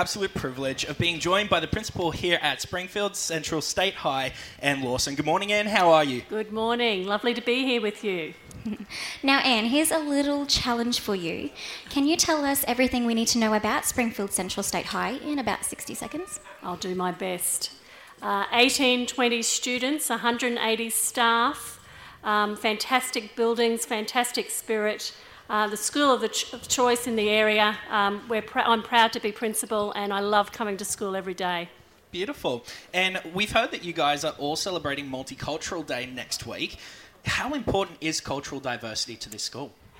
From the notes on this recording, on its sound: outside broadcast for 2020, from Springfield Central State High School